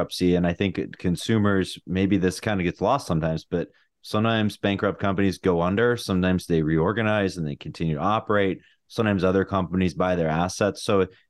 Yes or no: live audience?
no